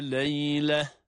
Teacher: لَيْلَةً kelimesinde yine duruşumuzu ha sesiyle yapıyoruz